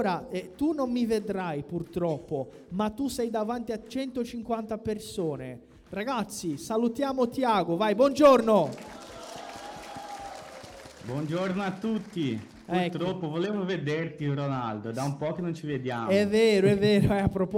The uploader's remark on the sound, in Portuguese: foi gravada diretamente no nosso evento presencial de São Paulo